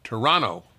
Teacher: Or as you say in Toronto, Toronto. They don't pronounce the second T.